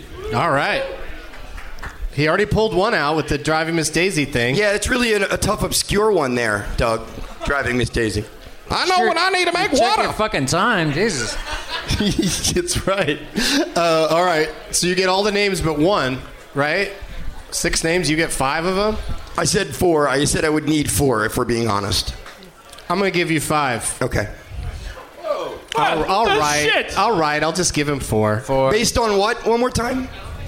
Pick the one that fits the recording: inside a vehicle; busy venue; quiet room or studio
busy venue